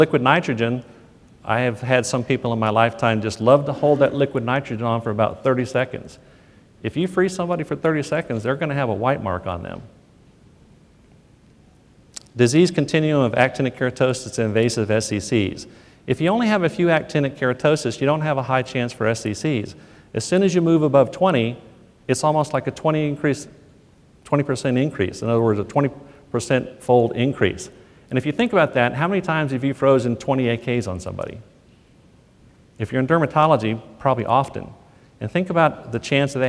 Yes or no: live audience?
yes